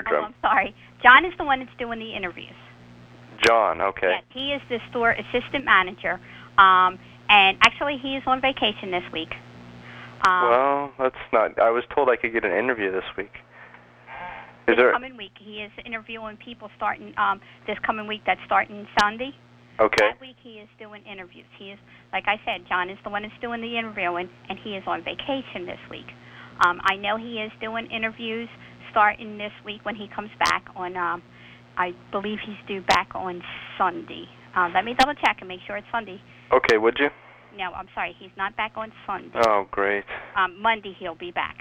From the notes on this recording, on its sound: Personal Prank Phone Calls Collection